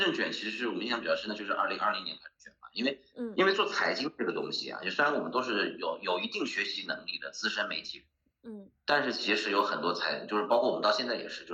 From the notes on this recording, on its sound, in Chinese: 我们远程用视频会议录制。